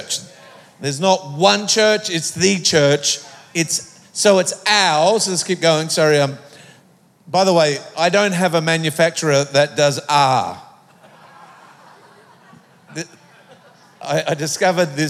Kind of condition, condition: setting, live audience